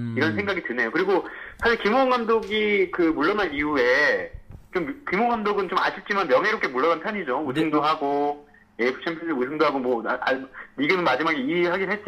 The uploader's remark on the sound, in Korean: 울산 관계자와 신속한 전화연결